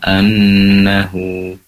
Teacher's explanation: Annahu nun bertasydid lebih diperjelas ataupun durasi penekanannya gunnah ataupun dengungnya lebih lama. Annahu, ha di sini ha silah dibaca 2 harokat.